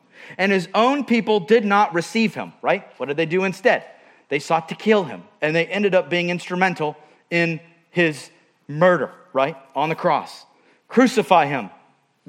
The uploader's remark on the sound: at Murrieta Valley Church in Murrieta, California.